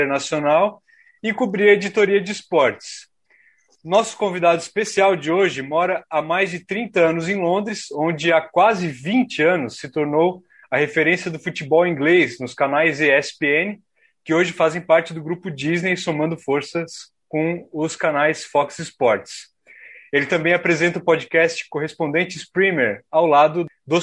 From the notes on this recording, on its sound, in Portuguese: Direto de Londres. Nessa mesa redonda virtual.